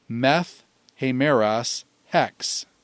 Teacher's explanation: Notice the meth, which dropped the alpha from meta, and then because of the rough breathing initial vowel that followed, it compensated by taking the tau up to a theta, meth.